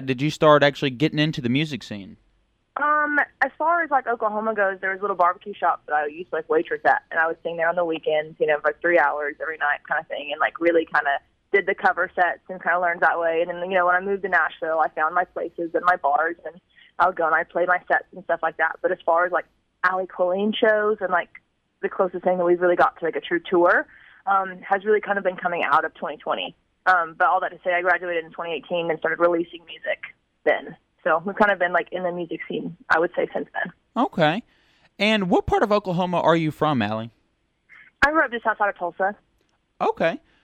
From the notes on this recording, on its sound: The KTEX Posse got a very special phone call from upcoming artist